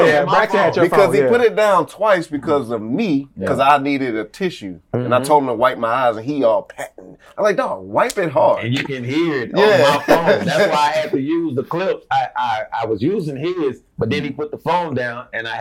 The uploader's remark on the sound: Excuse the poor audio, new mics failed us!